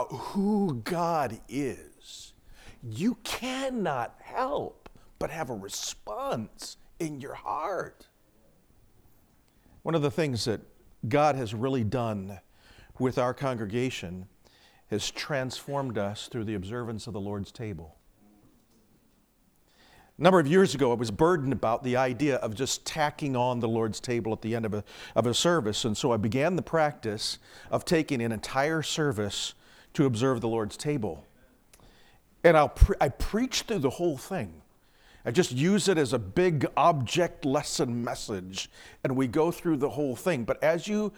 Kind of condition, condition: setting, large echoing room